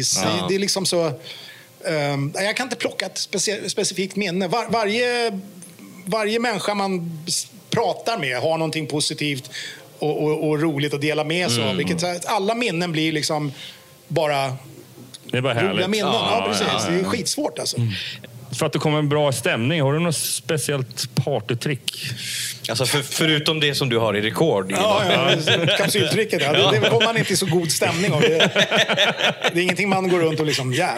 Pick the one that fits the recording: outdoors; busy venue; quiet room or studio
busy venue